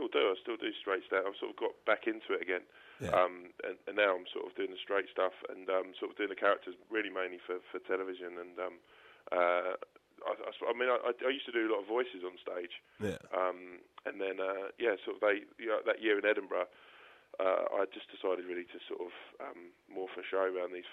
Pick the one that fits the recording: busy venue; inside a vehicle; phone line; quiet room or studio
phone line